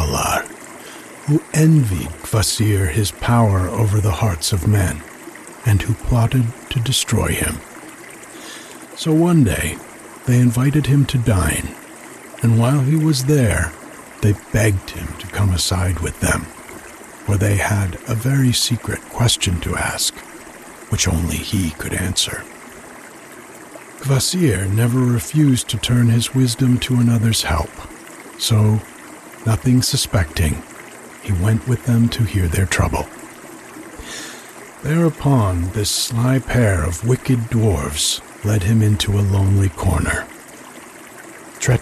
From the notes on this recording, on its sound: The sound of the creek in the background while I read. It has just the story, no introduction, with creek sounds underneath. When the story ends, the creek sounds continue to the end.